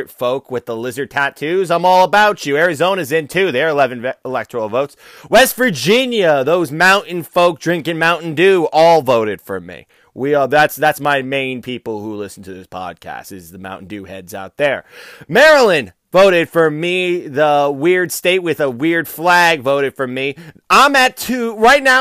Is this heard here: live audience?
no